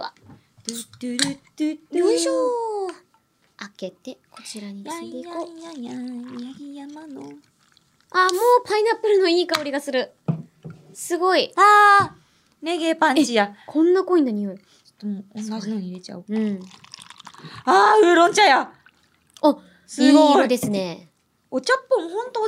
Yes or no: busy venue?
no